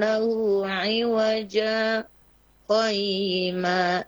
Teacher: Jadi 'iwajan qayyima itu berhenti sejenak tanpa mengikuti kaidah tajwid. Tapi di situ berhenti sejenak. · Term: Saktah